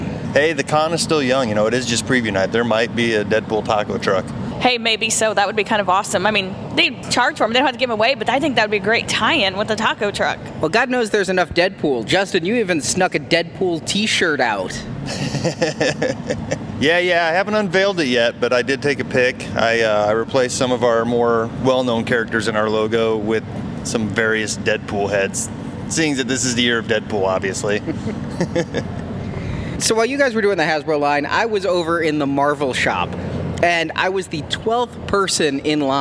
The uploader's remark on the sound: It's all in this short live report from Preview Night!